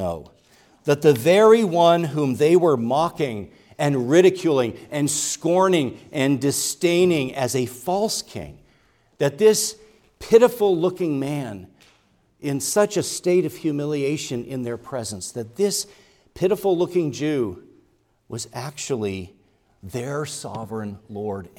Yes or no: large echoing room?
yes